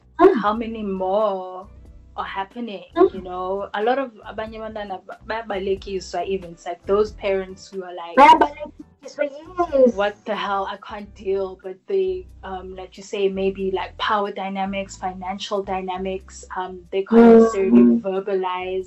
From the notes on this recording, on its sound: They recorded the episode via Skype so there are some technical issues with the audio.